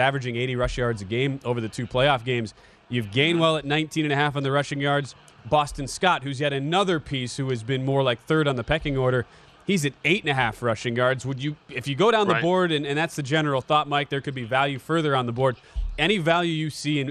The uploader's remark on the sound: live from Radio Row in Phoenix, AZ